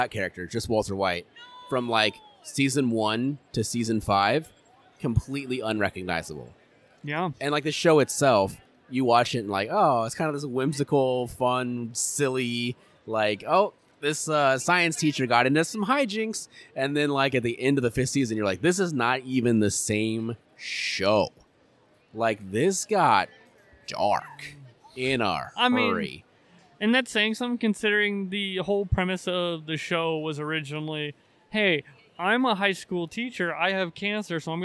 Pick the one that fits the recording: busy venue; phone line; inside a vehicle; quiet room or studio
busy venue